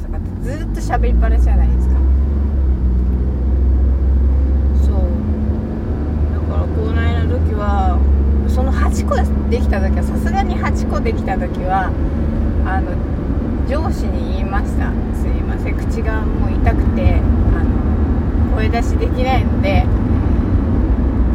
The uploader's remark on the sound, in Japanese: 口が痛くてよく話せてません。車の中スタジオ。